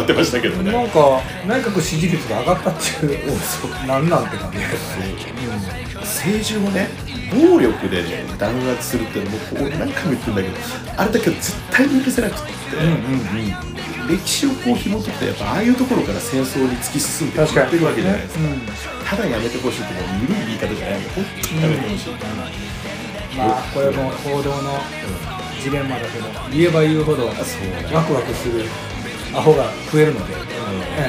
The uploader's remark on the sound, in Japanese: カラオケBOXでの収録